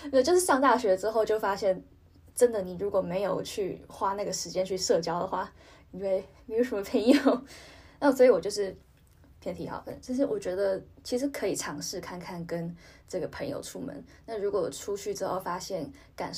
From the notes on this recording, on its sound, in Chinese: 本集節目暫由手機錄製，音質較差